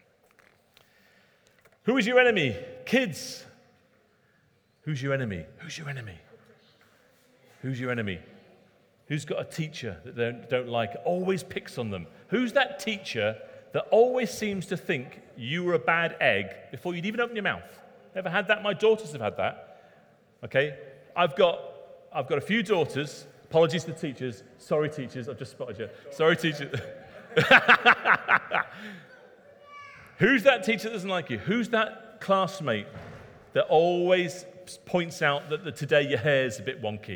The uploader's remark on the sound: Recorded at Middlesbrough Community Church.